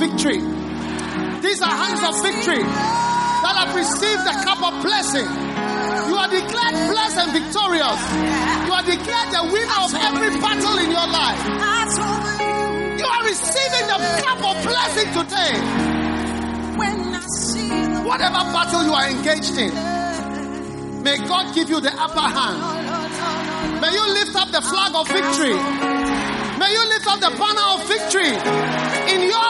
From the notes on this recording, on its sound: Preached at the First Love Gathering Service.